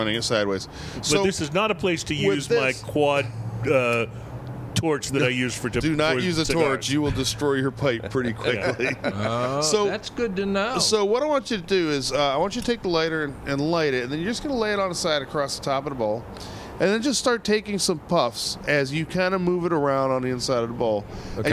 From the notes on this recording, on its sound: Live at the Railyard in Houston for this year's Pipe Show!